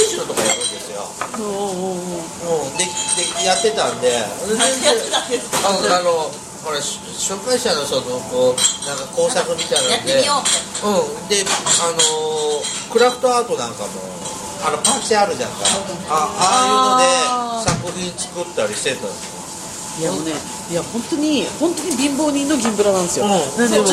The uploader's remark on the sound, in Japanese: 四十路と三十路の二時間ほどの呑み会を、大胆にほぼほぼカットせず、まったりとだらだらと、リアルな雑音混じりの『今日くも』オフ会トーク。生々しいお開き感もお送りする２０分なので。